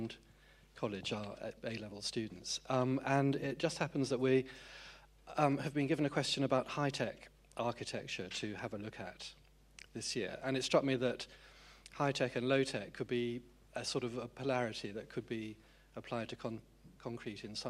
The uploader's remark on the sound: UCL Lunch Hour Lecture